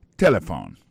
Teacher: vous prononcez ou appuyez plus sous premier syllabe là, qui c'est T · Term: accent tonique